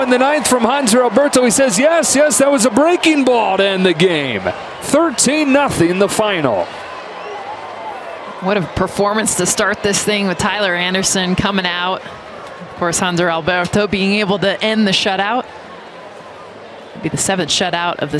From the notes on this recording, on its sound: Live from #CoorsField